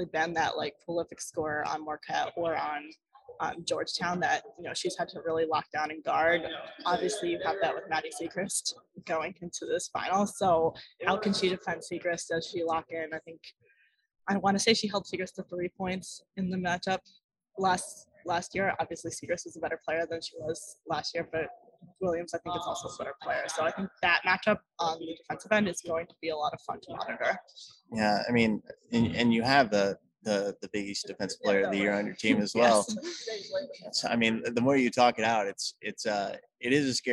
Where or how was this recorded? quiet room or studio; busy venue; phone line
busy venue